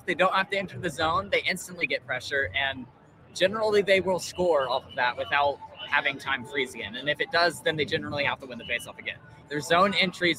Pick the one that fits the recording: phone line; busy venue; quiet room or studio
busy venue